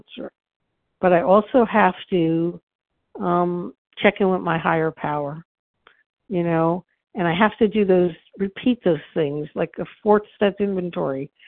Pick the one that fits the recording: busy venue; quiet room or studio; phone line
phone line